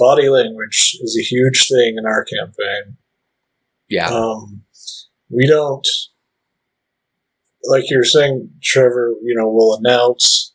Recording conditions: poor sound quality